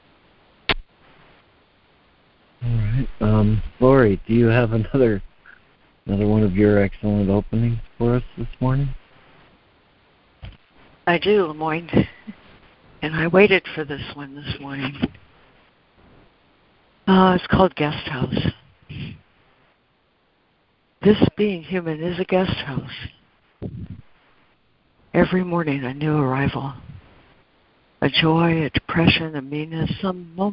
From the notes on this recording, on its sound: ACIM Daily Conference Call